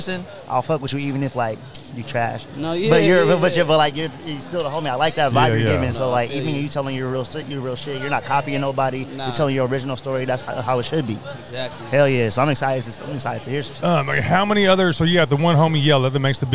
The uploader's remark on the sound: live from Cheney Stadium for the Tacoma Sunday Market